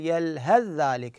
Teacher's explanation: فندغم هذه الثاء بالذال، نقول يلهذ ذلك، فالثاء تحذف.